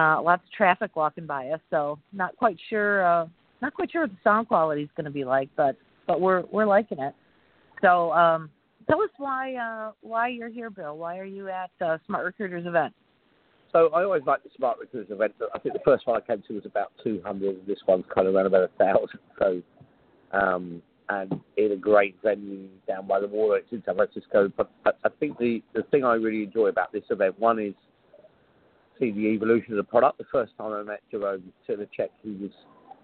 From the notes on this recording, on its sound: live from Smart Recruiters' Hiring Success Conference